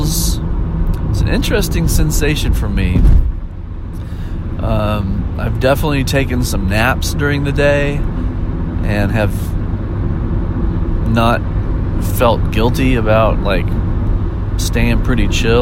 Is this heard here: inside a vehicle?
yes